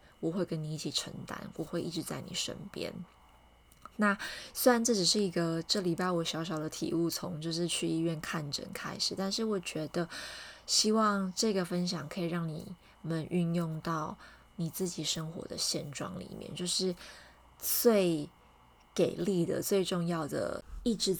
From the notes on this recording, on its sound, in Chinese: 這次錄音環境比較吵雜、還有外面的放鞭炮的聲音